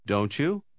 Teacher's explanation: You like the hotel, don't you? Note cómo don't you se juntan y producen el sonido chew